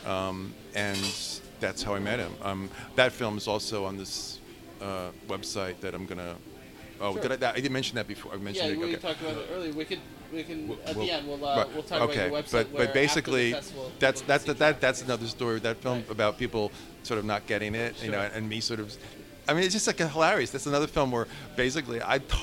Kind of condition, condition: setting, busy venue